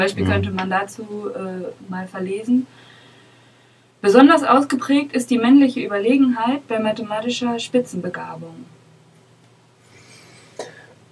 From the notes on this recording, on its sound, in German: Aufgrund einer sommerlichen Hitzwelle waren Studioaufnahmen nicht zumutbar, wir bitten die dadurch verminderte Aufnahmequalität zu entschuldigen.